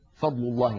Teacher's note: أما أن يتحرك المخرج أثناء نطق حرف من الحروف هذا أمر لا يحدث إلا في الضاد ويكون واضحا جدا عندما تكون الضاد ساكنة، أما في الضاد المتحركة فهو موجود لكنه سريع وضئيل. · Term: الاستطالة